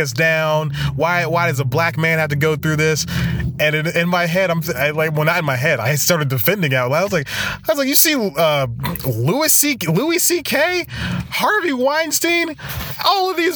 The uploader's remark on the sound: Back in the car for this week's episode. This time, he's parked outside of a coffee shop he just went to.